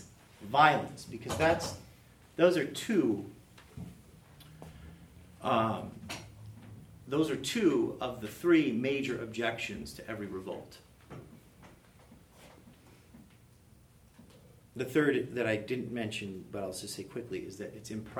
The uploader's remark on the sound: a lecture he delivered at Greenville University in the fall of 2017